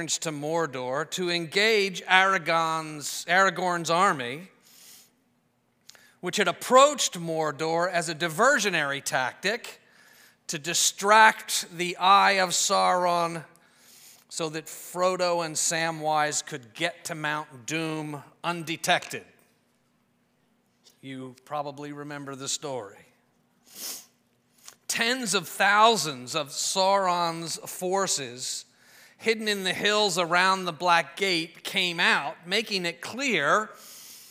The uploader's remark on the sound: preached this sermon at Covenant Fellowship Church on April 2, 2023